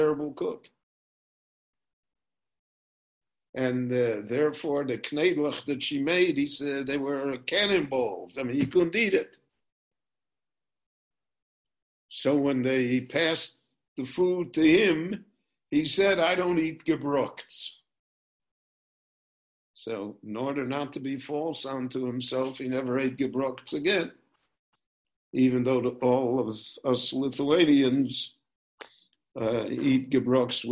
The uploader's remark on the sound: This lecture on Parshat Ekev was recorded LIVE via Zoom in Jerusalem.